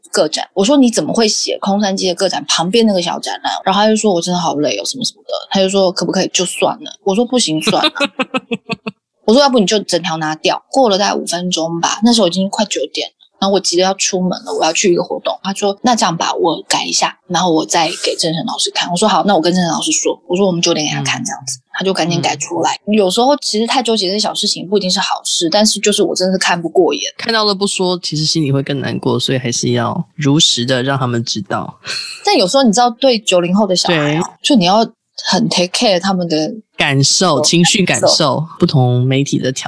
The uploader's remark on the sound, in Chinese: 本集訪問有點現場環境音，還請見諒